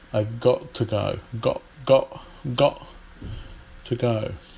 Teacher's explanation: In British English, we would deal with the T sound by making a glottal stop.